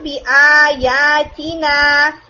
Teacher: تا جو ہے وہ شارٹ ہے، اور آ اور یا اور نا یہ تین لیٹرز نا مد کے ساتھ ہیں، یعنی ٹو حرکہ والی مد کے ساتھ. تو آپ نے اس چیز کا دھیان رکھنا ہے کہ تی لمبا نہ ہو، آپ کا تی بھی لمبا ہو گیا تھا.